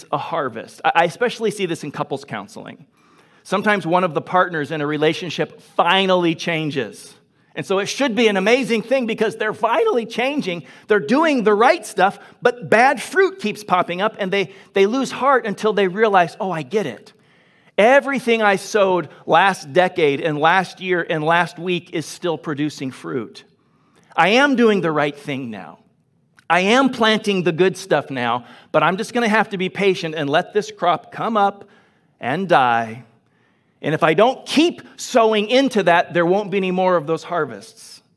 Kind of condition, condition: setting, large echoing room